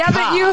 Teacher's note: We don't pronounce the R.